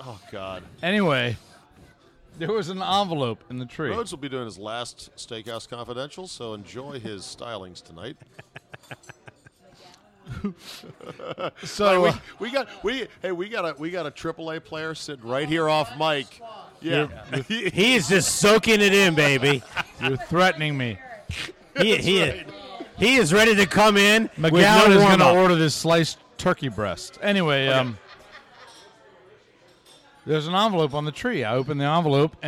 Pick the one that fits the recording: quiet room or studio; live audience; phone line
live audience